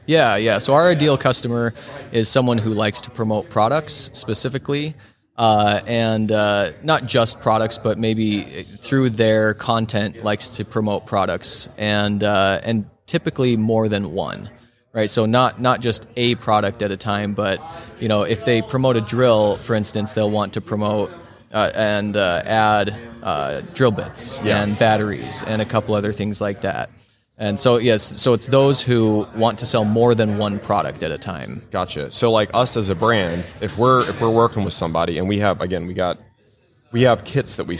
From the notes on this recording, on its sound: LIVE from HAVEN 2022